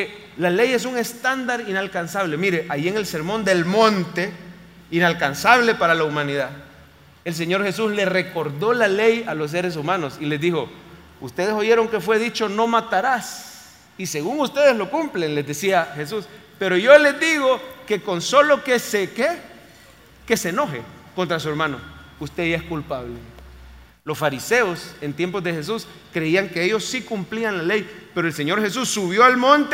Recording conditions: large echoing room